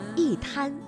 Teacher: 因为一滩当中的滩是阴平字，也就是一声字，所以呢，我们应该读去声一滩